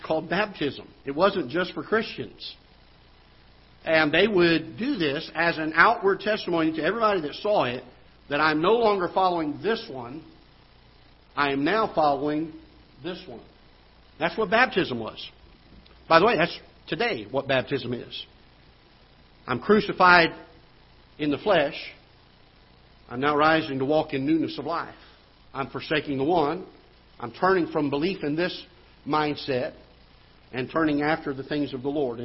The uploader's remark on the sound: Ketha Heights Baptist Church ~ Live Broadcast